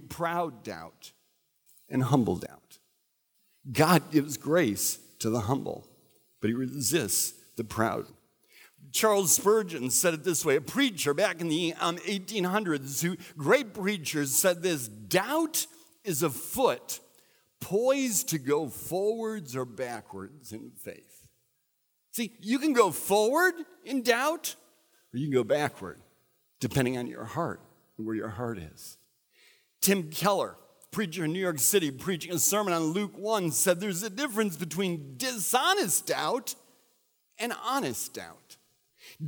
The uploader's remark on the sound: recorded at Central: A Christ-Centered Church